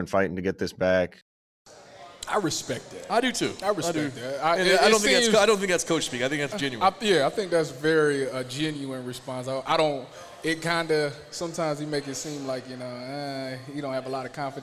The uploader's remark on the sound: live Friday night recording from Buffalo Wild Wings, the official sports bar of Eleven Warriors